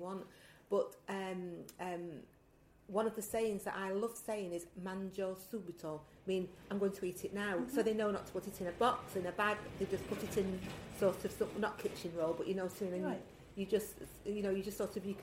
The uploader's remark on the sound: I particularly enjoyed recording this episode which took place in the Grapevine office, as you can hear the authentic sounds of Lucca in the background.